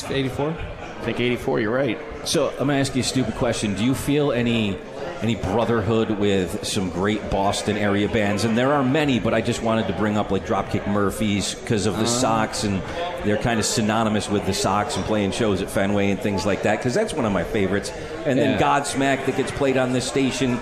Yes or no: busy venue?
yes